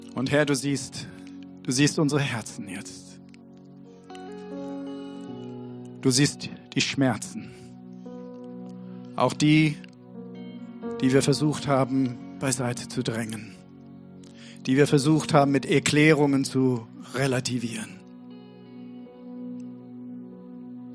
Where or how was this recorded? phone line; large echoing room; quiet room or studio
large echoing room